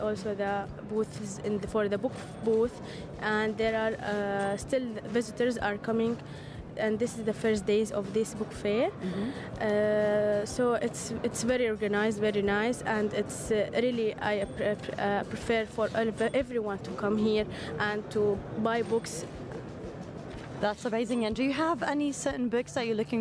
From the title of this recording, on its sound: Live from SIBF 2023